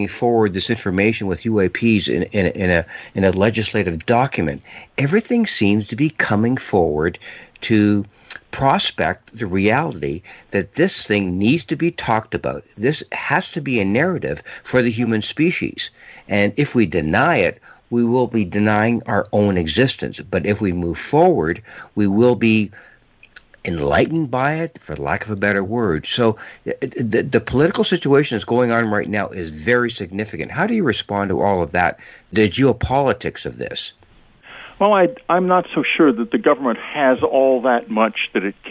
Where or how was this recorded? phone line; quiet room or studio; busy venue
phone line